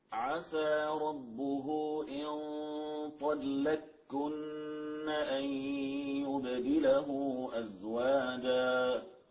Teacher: نعم أثقل من الميم، ولذلك يعني كانت مستندا للكاف قبلها فأدغمت القاف في الكاف معتمدة على ثقل النون التي بعدها. · Term: الإدغام